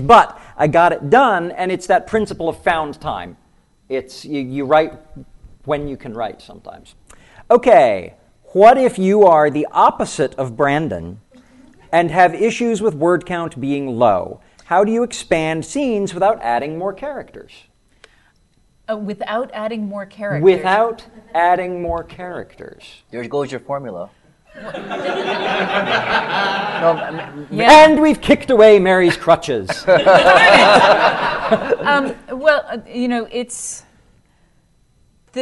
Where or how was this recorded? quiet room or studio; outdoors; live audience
live audience